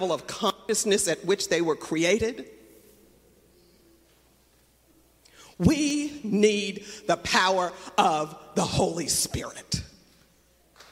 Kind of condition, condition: setting, large echoing room